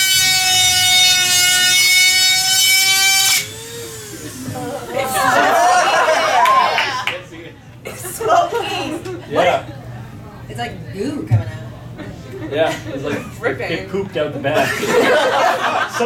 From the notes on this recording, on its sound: Live at PortConMaine 2012